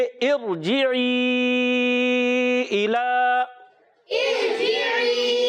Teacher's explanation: را ساکن سے پہلے زیر عارضی آنے کی وجہ سے یہ راپور پڑھیں گے